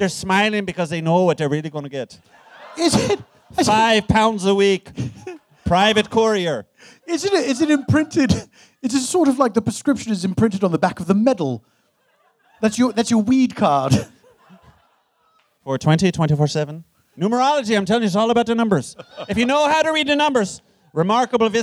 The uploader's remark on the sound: A special traveling edition of The Dead Authors Podcast. Recorded Live at Littlefield as part of New York's Superweek, Brooklyn, NY.